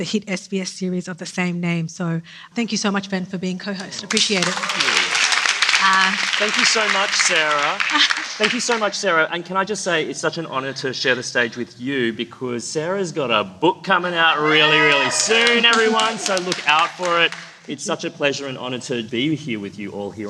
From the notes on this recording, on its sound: Sydney Writers' Festival panel. Listen to an exclusive stream of our memoir panel from Sydney Writers' Festival.